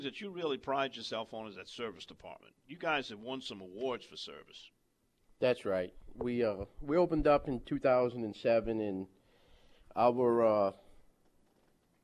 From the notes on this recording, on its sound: on location at Scott's Marine in Alberta, Alabama